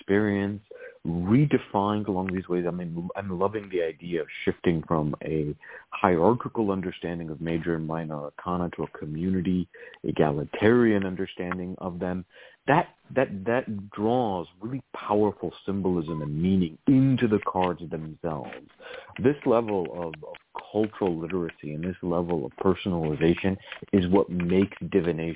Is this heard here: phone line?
yes